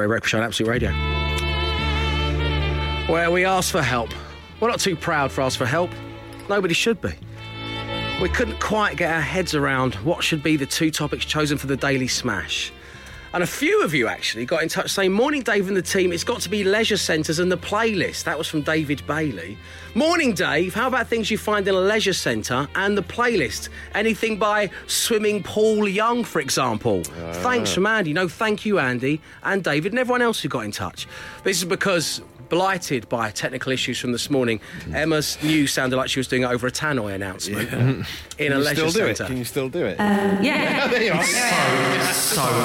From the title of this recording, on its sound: Live From A Leisure Centre